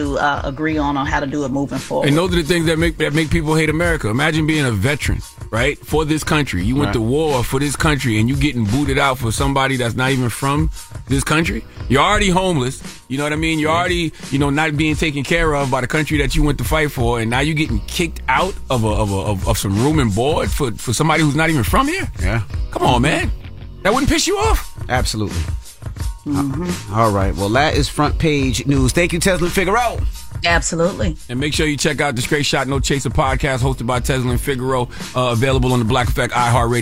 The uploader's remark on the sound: Today we open up the phone lines